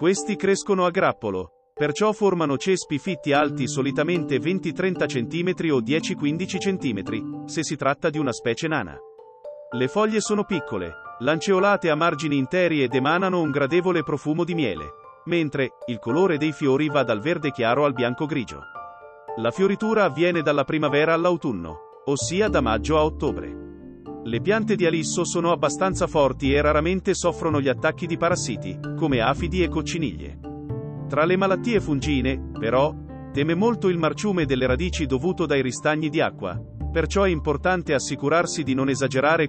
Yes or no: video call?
no